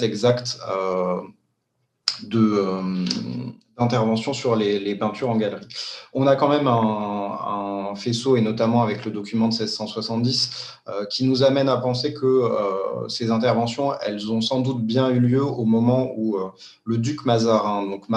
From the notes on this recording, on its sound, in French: Enregistré sur Zoom